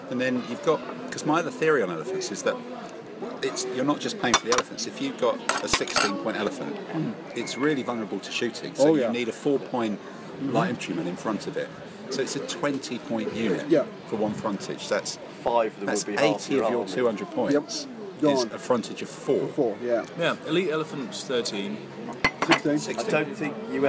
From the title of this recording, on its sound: live from the (tapas bar) table-top in Spain